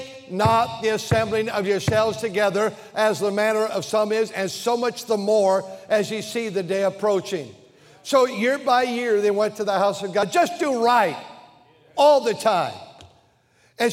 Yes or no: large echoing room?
yes